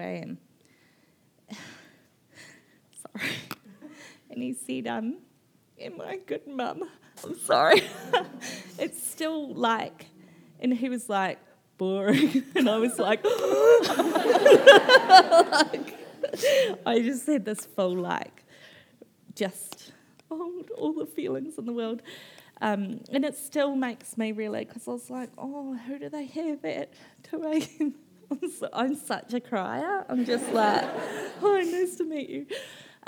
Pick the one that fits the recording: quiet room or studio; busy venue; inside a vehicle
busy venue